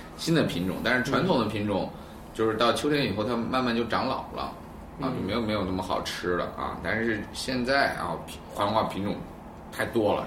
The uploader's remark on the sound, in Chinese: 本期节目为在张大妈办公区用录音笔录制，可能有街道上的杂音，请见谅。